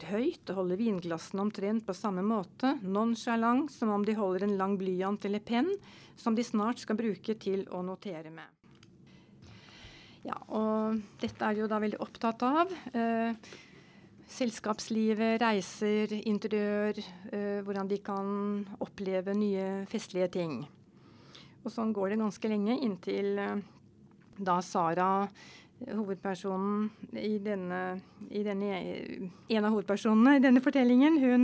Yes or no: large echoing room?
no